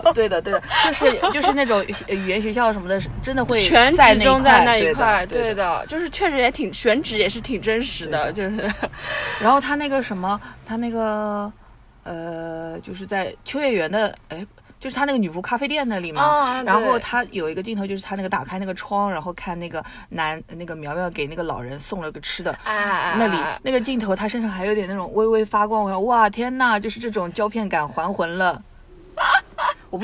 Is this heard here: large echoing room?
no